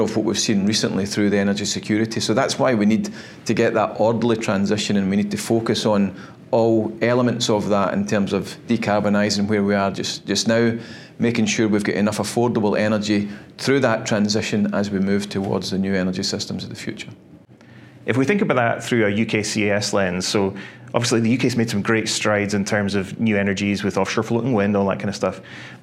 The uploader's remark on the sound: Reflections from CERAWeek 2023. Recorded live at CERAWeek.